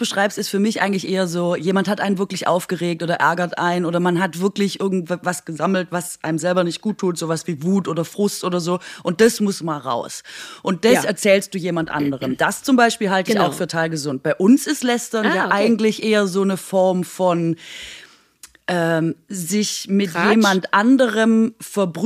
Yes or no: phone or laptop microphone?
no